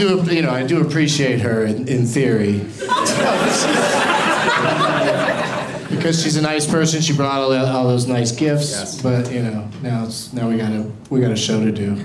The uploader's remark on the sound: Live from Comedy Works in Denver